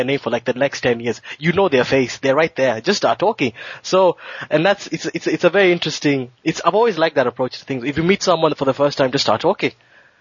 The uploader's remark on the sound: On the phone with me and we had a freewheeling discussion. We had a discussion more like a radio show than a podcast.